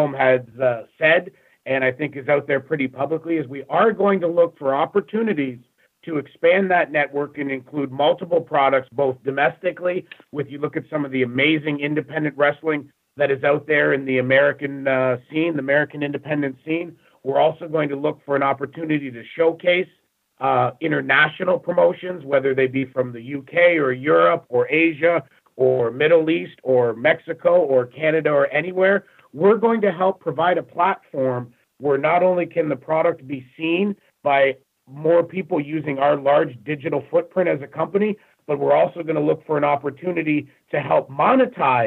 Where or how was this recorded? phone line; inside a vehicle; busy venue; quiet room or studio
phone line